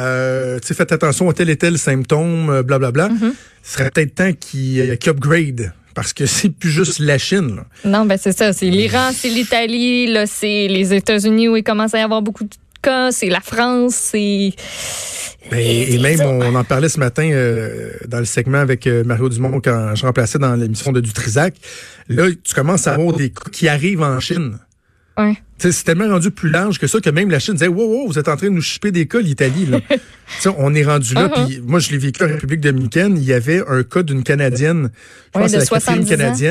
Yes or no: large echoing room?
no